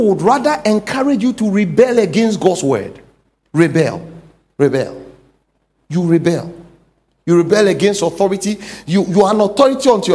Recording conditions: large echoing room